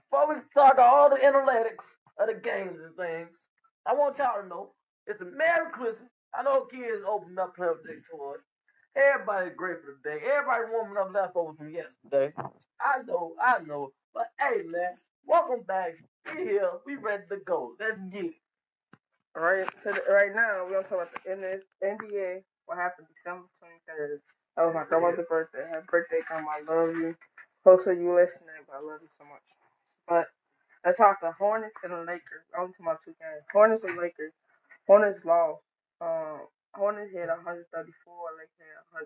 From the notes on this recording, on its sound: Error in the show because the audio